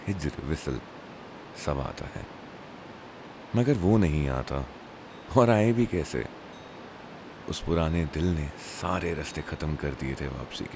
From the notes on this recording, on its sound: This is against the backdrop of a flowing river and wind chimes and also my 1st recording on a new setup.